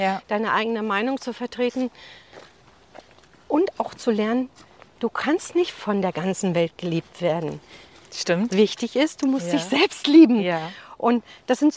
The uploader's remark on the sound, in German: beim Walk & Talk im bergigen Kösterbecker Wald